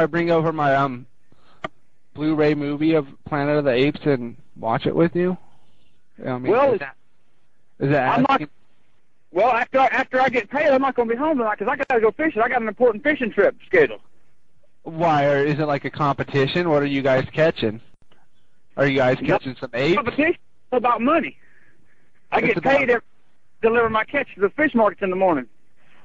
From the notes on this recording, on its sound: …'s Personal Prank Phone Calls Collection.